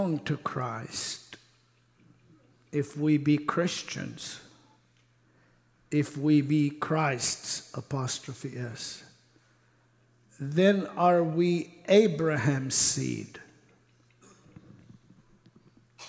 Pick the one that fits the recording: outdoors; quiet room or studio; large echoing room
large echoing room